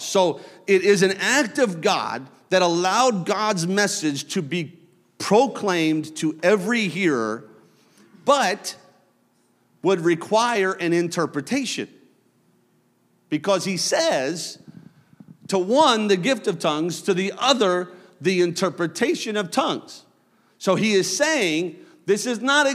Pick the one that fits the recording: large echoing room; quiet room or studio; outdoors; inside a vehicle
large echoing room